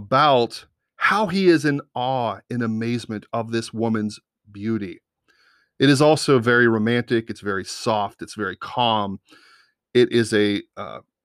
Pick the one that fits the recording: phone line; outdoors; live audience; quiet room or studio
quiet room or studio